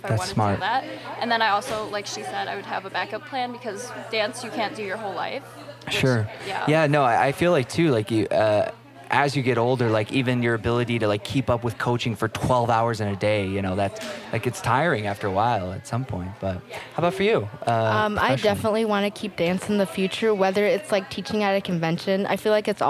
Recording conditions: background noise